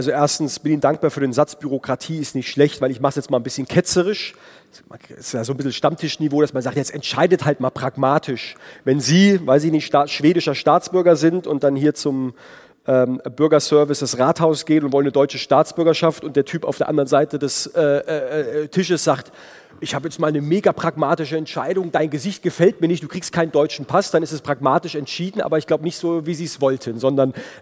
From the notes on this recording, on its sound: Bodensee Youth Conference. Keynote des baden-württembergischen Finanzministers mit anschließender Diskussion und Publikumstalk. Took questions from the audience. Produktion: Zeppelin Universität in Zusammenarbeit mit ZF.